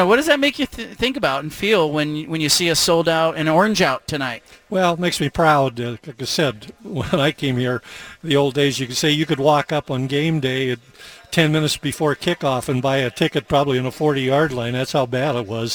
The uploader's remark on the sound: broadcasts live from Reser Stadium